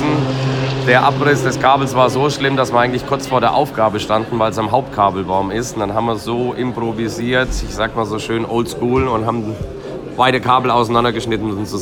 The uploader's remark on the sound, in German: Live aus dem Shell Helix Ultra-Track Lab auf dem Nürburgring. Meldet sich live aus seiner Box, nachdem er sich eigens für unseren Podcast von der Boxenmauer losgeeist hat.